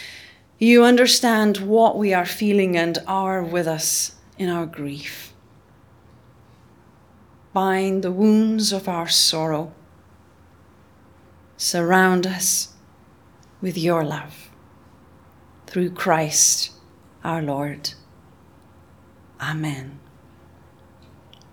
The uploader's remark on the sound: Audio podcast of all-age Easter morning service, led by the Minister.